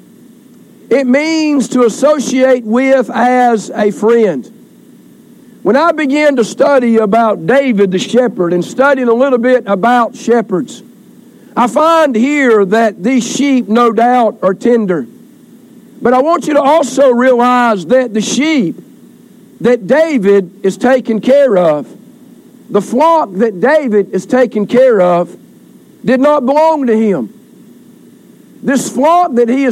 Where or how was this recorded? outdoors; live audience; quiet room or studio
outdoors